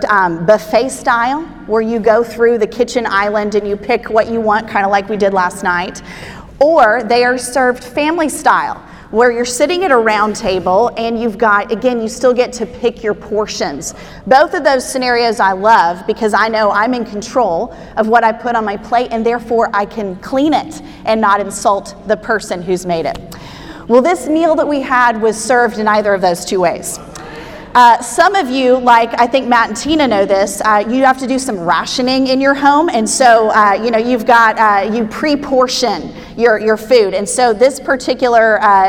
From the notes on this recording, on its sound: Spoke at our REFRESH conference in Nassau, Bahamas. This podcast is her teaching session on Day 01.